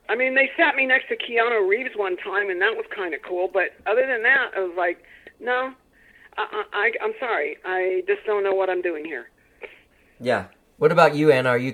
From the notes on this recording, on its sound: We have a great phone conversation